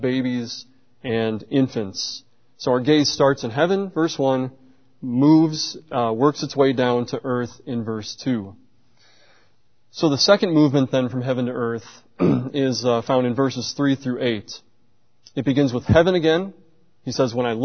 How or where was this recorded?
large echoing room